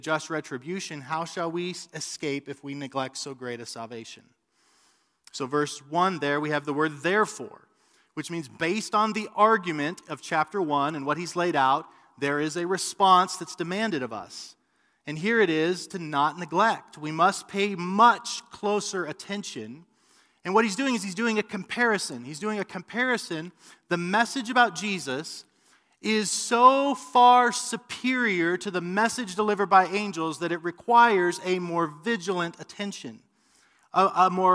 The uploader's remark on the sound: A sermon preached at RGC's mother church, South Canyon Baptist Church on 9-27-2020